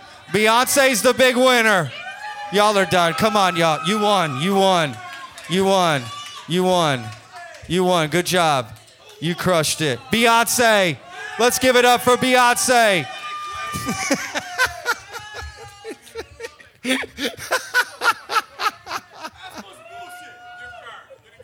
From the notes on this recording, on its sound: We held a Service Industry Trivia Night where we basically asked people on stage to answer trivia questions and take home prizes. Way more people came out than I initially thought, so we had a great crowd, and we recorded the whole thing.